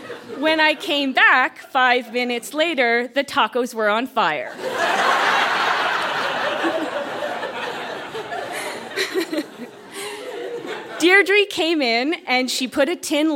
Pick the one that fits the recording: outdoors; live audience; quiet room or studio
live audience